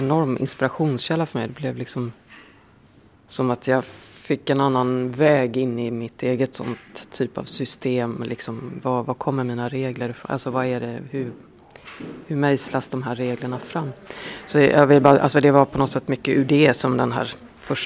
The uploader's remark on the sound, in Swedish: Bokmagasinet besöker litteraturfestivalen Helsinki LitFest.